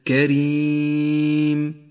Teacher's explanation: لاحظ الراء المرققة في كلمة كريم، رققت لأنها مكسورة